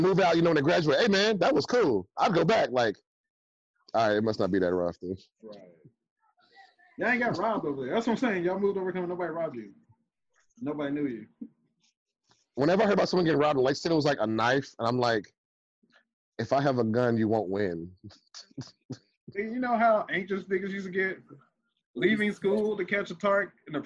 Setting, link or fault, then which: link, video call